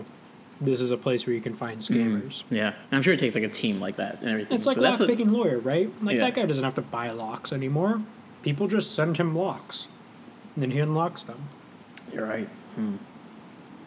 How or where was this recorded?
outdoors